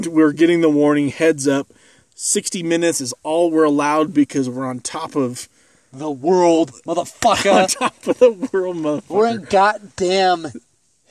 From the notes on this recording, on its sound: We record live on top of a mountain overlooking Estes Park.